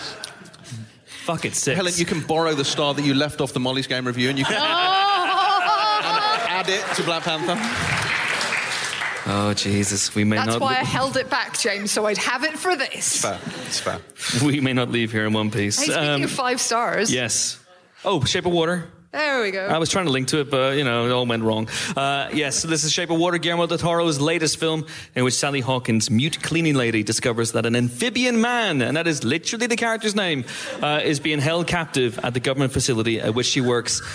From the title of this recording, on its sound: Live Podcast Special